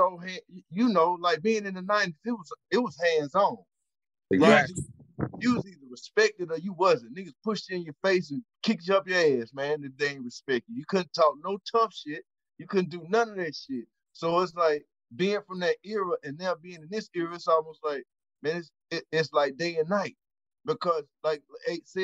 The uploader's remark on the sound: The audio on this EP isn't perfect, but you can hear what's going on. Everything we do isn't in the studio, we are basically just recording conversations with the homies.